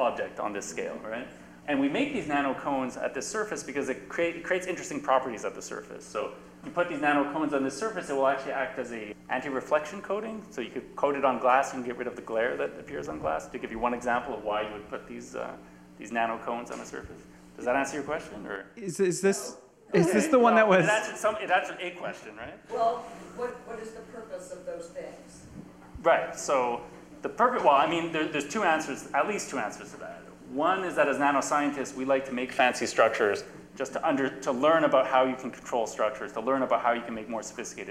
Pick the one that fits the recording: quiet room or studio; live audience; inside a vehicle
live audience